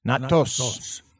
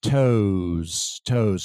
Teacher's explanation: There's a diphthong in there and there's a Z sound to that S. It's voiced. · Shown in: second take · It's not voiceless.